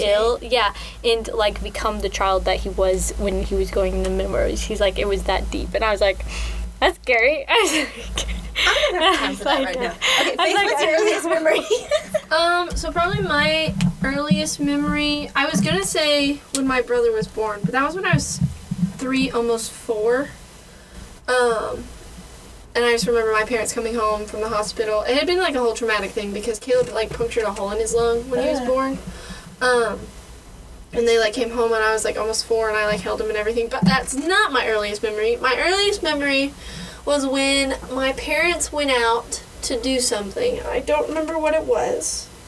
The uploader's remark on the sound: apologies for the weird fuzzy sound